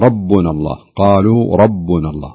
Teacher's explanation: الراء تكون مفخمة. لماذا؟ لأنها مفتوحة، فإذا كانت الراء مفتوحة أو مضمومة مباشرة نفخمها، إذا كانت مكسورة مباشرة نرققها.